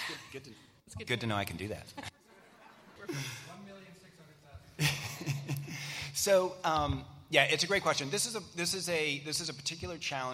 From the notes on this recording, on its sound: Social Media: 2020 LIVE at the Annual Conference. At the 28th Annual Review of the Field of National Security Law Conference.